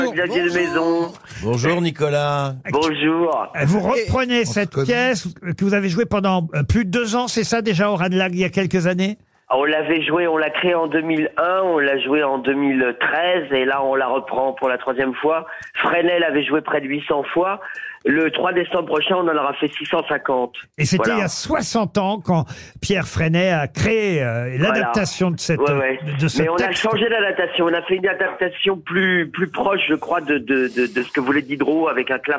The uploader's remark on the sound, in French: au téléphone des Grosses Têtes